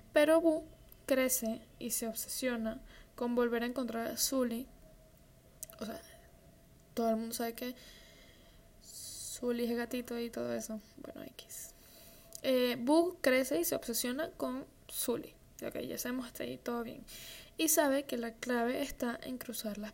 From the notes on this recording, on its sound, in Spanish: Con ruido de un optra de fondo.